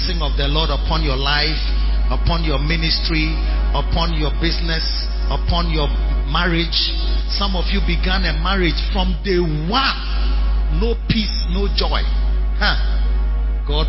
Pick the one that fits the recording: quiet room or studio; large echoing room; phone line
large echoing room